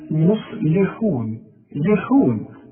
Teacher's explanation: اللام حاجه انها تطلع مكسوره ومرققه